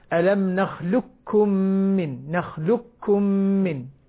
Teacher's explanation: القاف مع الكاف تصبح كاف مشددة · Term: إدغام